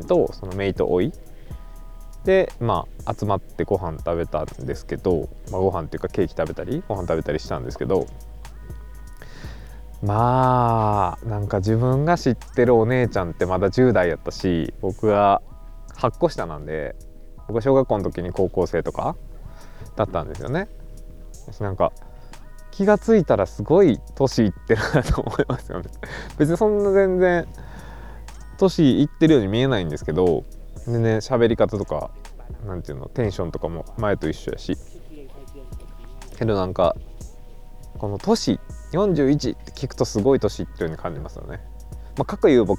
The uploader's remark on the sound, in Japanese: 野外収録雑談